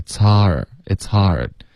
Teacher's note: 你要嘴巴张开大一点，发这个啊的音，再滑到一个儿